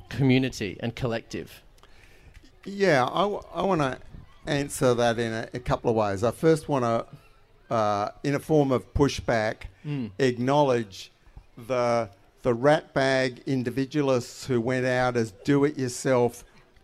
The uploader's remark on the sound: This episode is the final live headline conversation from Renew Fest in May. In this live conversation.